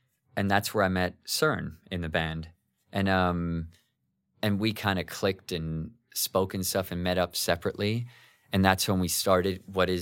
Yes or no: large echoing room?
no